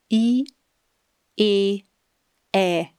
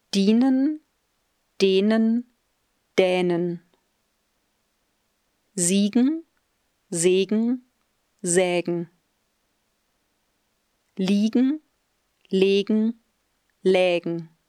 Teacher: Es geht also um folgende Vokalreihe, bei der der Mund immer etwas weiter geöffnet wird.